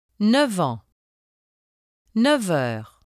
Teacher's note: When 9 precedes the words en and heure, the final consonant is pronounced v.